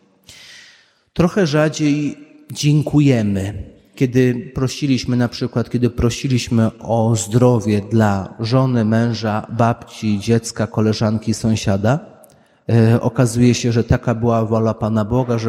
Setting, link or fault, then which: setting, large echoing room